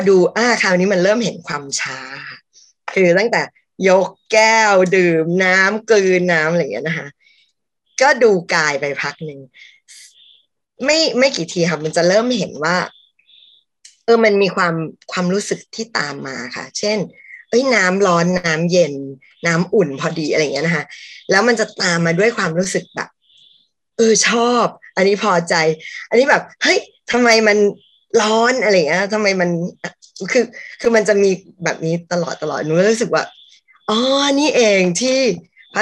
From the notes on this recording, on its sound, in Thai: เป็น 1 ใน 3 คอร์สออนไลน์ (ผ่านโปรแกรม Zoom)